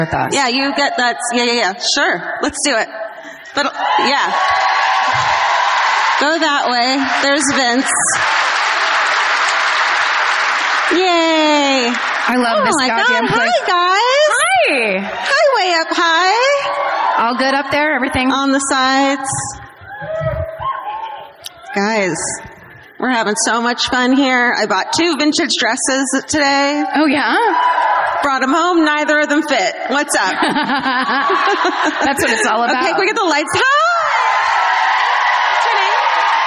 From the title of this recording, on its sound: Live at the Bord Gáis Energy Theatre in Dublin